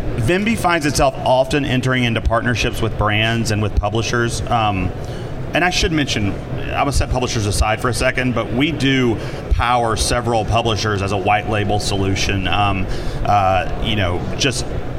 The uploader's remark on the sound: Live at NAB show 2017! Live from the NAB show 2017 Advanced Advertising Pavilion.